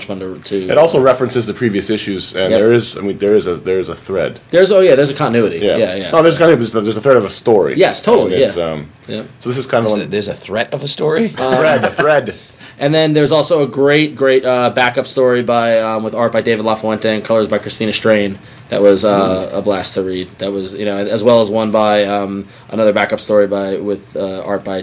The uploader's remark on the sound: we record from the San Diego Comic Con